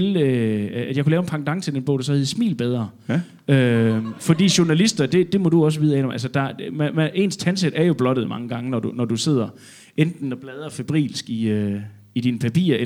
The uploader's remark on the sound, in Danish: LIVE fra Mojos Blues Bar